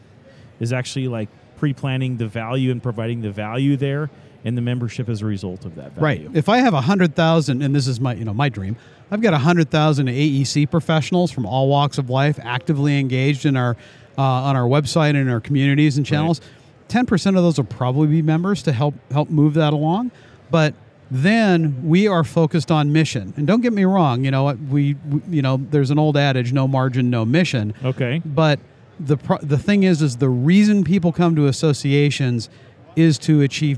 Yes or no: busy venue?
yes